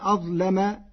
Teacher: قرأ ورش كلمة أظلم بتفخيم اللام